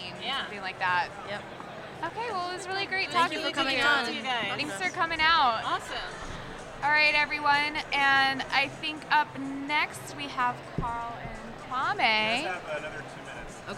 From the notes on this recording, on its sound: Live from INTERNET YAMI-ICHI